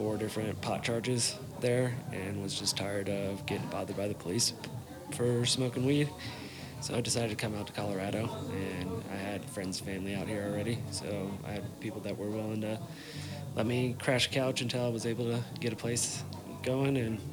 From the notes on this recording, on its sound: This episode was recorded down at AREA420 in Moffat Colorado during a Harvest Festival with Heart and Soil Project. I was able to catch up with a half a dozen people that day and chat.